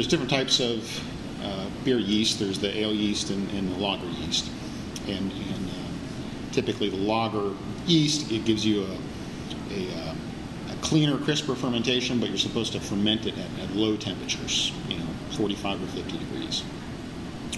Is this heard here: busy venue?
yes